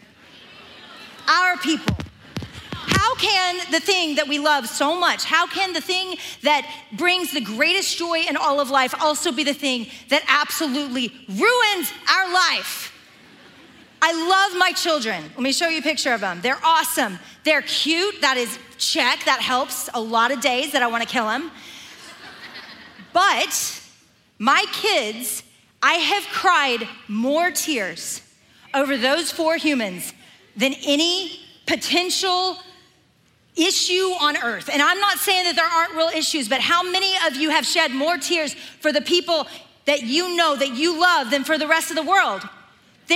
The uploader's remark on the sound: Recorded live at The Grove, a gathering for the women of Atlanta, Georgia, now in its ninth year.